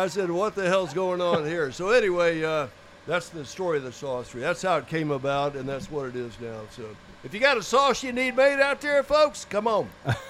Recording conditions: busy venue